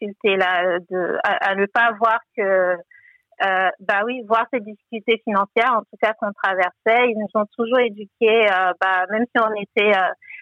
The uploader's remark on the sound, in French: S'agissant d'une conversation téléphonique, nous nous excusons d'avance de la qualité de l'audio.